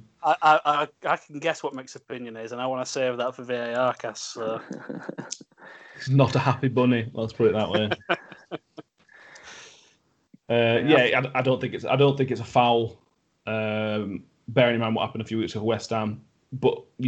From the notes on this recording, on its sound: We are back recording remotely so apologies for any sound issues.